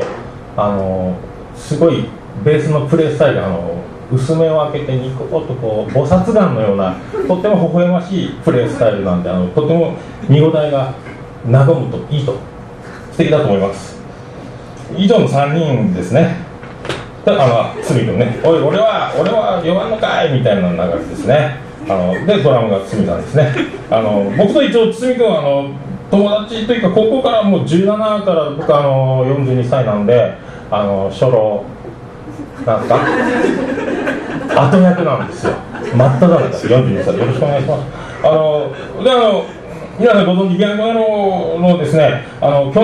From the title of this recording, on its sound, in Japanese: ライブハウスＣＢ14周年 ﾂｰﾏﾝﾗｲﾌﾞ